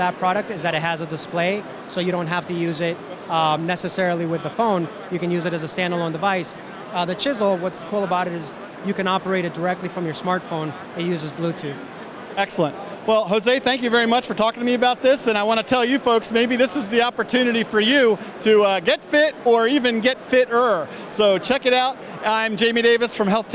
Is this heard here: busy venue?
yes